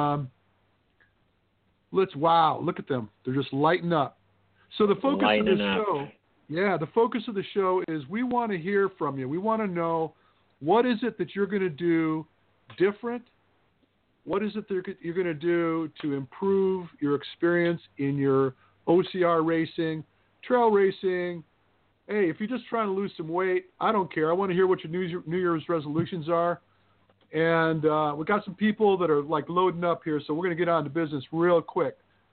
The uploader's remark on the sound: Open up the phone lines and take calls from YOU! For one hour LIVE!